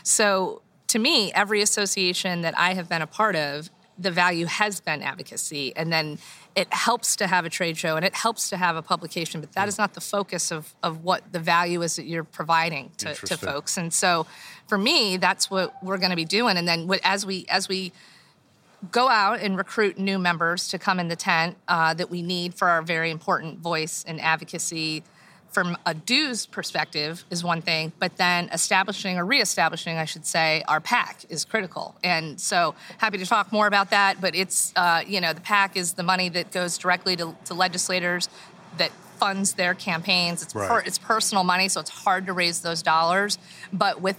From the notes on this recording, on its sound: a HALO Talks live during the IHRSA 2021 convention in Dallas